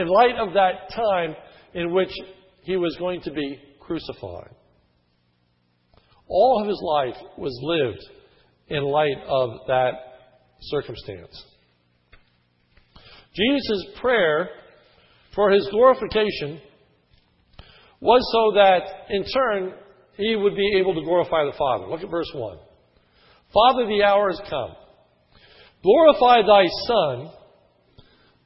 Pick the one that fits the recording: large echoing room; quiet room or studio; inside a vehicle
large echoing room